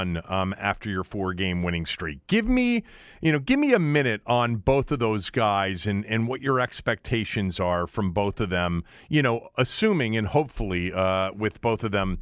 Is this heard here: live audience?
no